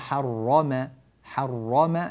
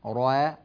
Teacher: في قوله تعالى حرم حرم، لا تقل حر را، لا تجعل فتحة الراء مرققة، الراء مفخمة وفتحتها مفخمة · Shown in: first take